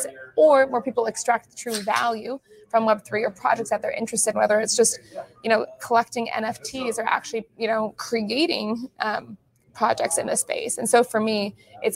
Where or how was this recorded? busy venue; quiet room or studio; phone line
busy venue